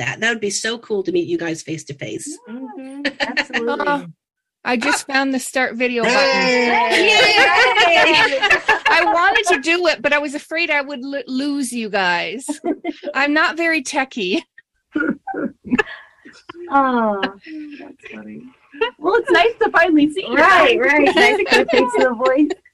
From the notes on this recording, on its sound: We apologize the audio is a bit wacky - we are all recording remotely.